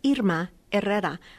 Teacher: in Spanish, the H is silent. But of course, many people do pronounce the H.